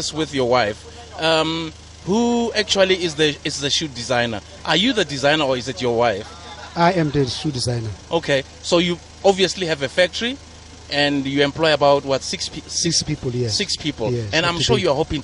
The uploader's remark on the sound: The Glenzito Super Drive live from Macufe